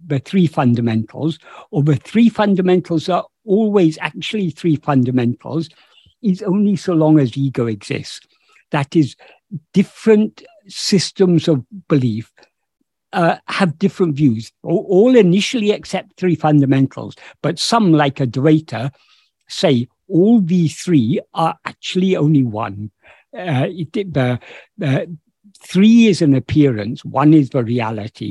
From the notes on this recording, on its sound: In a Zoom meeting with Sri Ramana Center, Houston